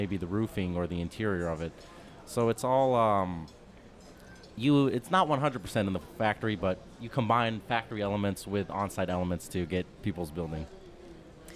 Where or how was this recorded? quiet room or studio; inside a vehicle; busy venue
busy venue